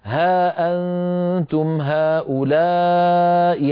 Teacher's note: فقصرتها ومددت الثاني لأن الأول منفصل والثاني متصل · Term: المد الأول منفصل